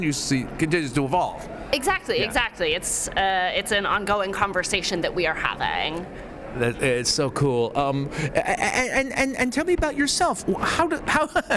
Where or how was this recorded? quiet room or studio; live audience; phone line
live audience